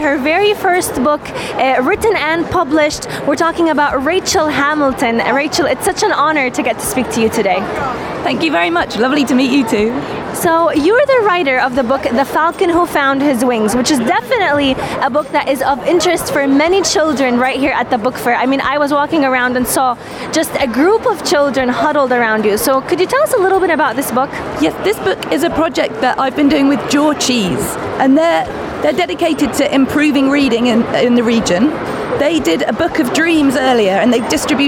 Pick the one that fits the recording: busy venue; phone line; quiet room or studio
busy venue